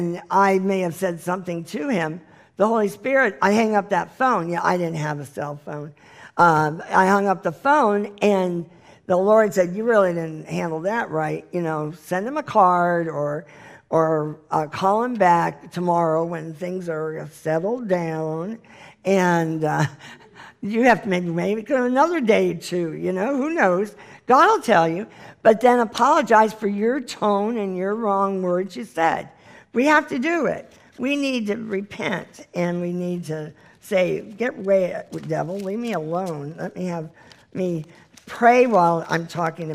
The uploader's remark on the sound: This is the full replay of the LIVE Rejoice Pompano Bible Study from April 2018